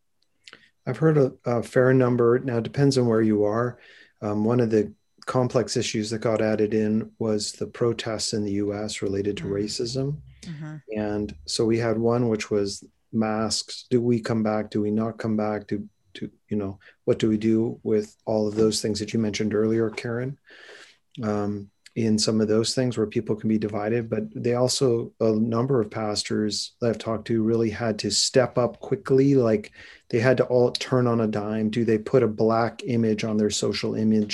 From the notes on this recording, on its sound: Recorded from webinar on December 2rd, 2020.